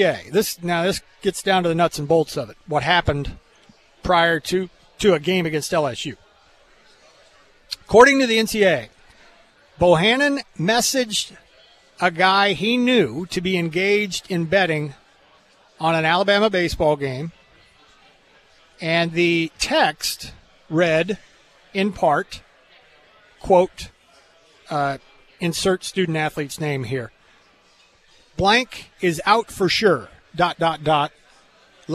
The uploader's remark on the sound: comes to you live from Twin Peaks